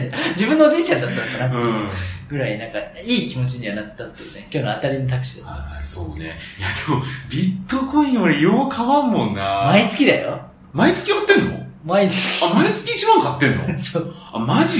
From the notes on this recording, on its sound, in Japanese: 1ヶ月ぶりの収録は久々に対面で！録音環境の都合上、少々聴こえづらく感じるかもしれません。